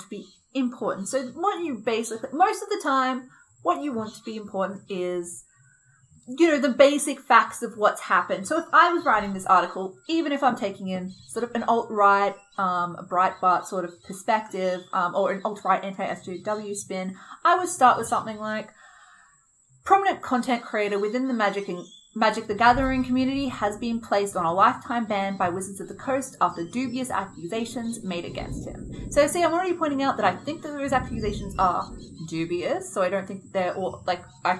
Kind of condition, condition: fault, background noise